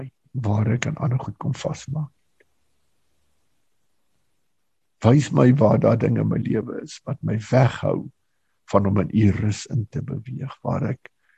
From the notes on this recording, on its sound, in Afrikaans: Manne van die Woord Zoom Byeenkoms 12 Mei 2022.